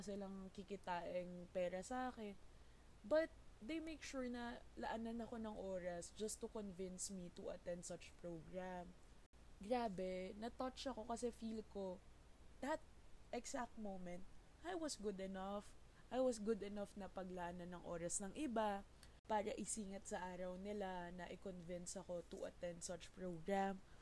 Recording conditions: uneven or low level